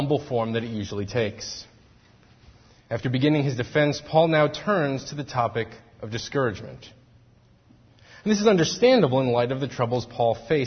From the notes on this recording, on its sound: Faith Presbyterian Church – Evening Service